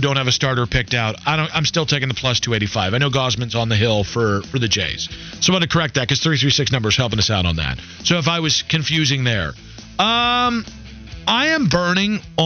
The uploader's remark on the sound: Legendary station callers, call